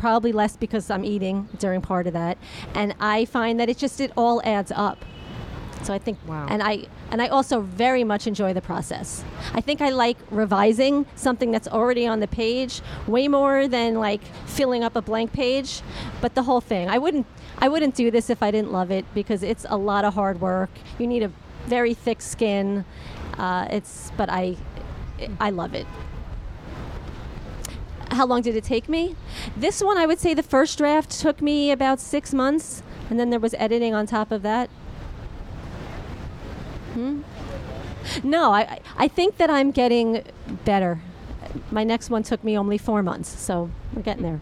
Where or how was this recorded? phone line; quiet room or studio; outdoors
outdoors